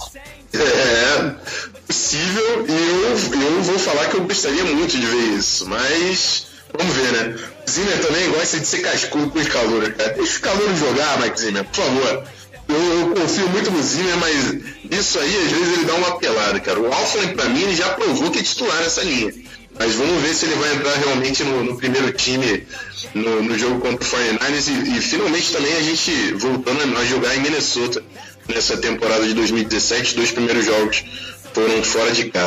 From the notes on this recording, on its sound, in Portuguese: Pedimos desculpas pela qualidade do áudio neste episódio. Problemas técnicos ocorreram no momento da gravação.